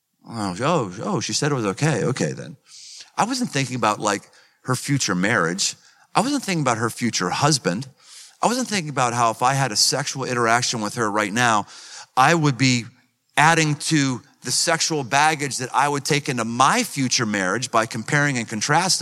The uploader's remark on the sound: Live in Cincinnati. Recorded live in front of a packed house of athletes and their coaches.